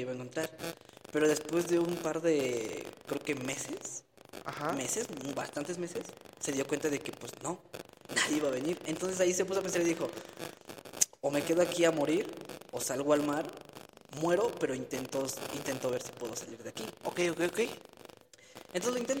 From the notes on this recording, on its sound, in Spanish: Disculpen las fallas de origen en el audio recuerden somos un podcast amateur.